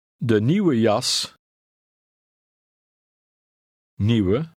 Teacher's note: The W sounds slightly like a V.